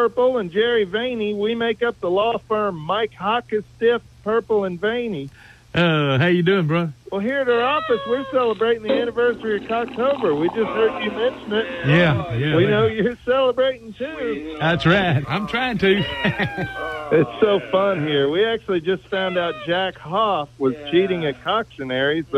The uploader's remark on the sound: Phony Phone Call